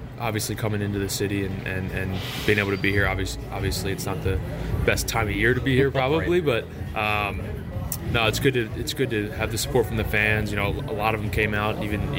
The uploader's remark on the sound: live from Cardinals Care Winter Warm Up at Ballpark Village.